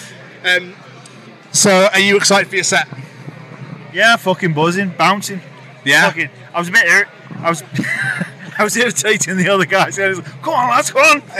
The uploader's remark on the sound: Live from Bloodstock 2023.